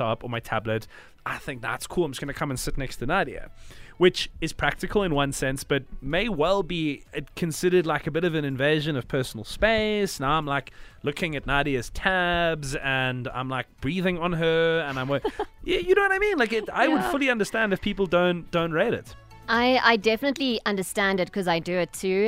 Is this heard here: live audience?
no